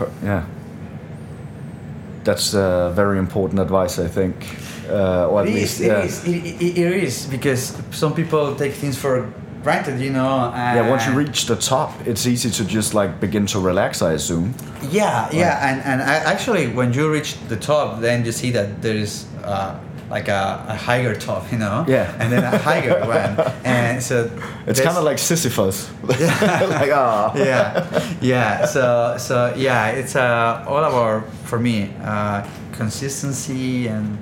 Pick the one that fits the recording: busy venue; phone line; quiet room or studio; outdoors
busy venue